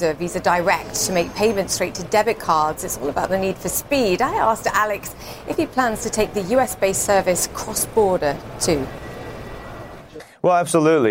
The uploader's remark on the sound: live from The New York Stock Exchange